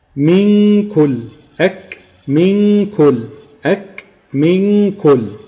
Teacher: قبل ما تنطق الكاف وانت خلاص متهيئ لنطق حرف الكاف، هات غنة مقدارها حركتين